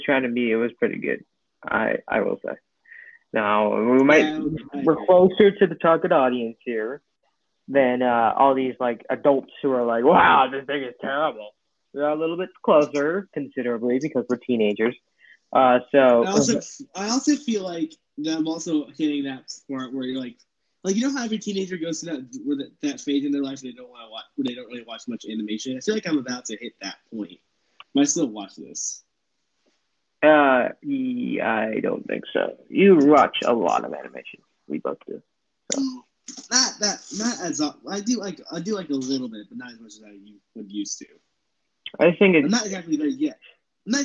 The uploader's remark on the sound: Sorry about the low audio quality. Usual microphone has been having technical difficulties so they had to resort to drastic measures.